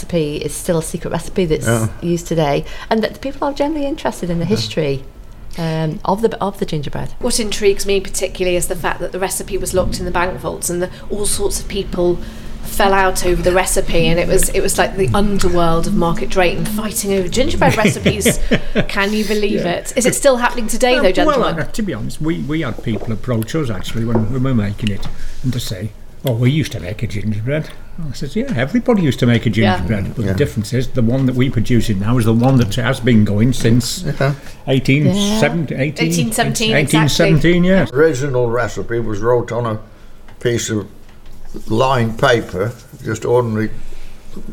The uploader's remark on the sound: Set in the Joule's Brewery Market Drayton